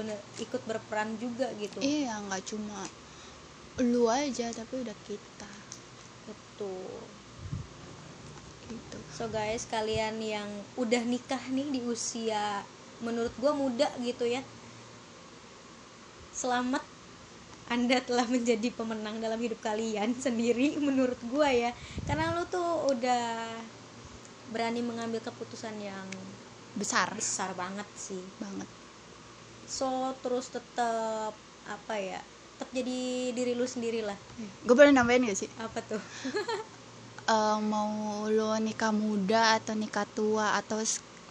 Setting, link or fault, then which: fault, sounds in the background